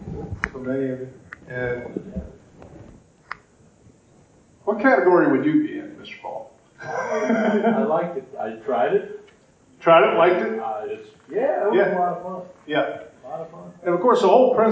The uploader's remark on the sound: Seminar from 2018 NWTF Convention. I have the recording from the turkey dogging seminar from the 2018 NWTF Convention and Sports Show in Nashville.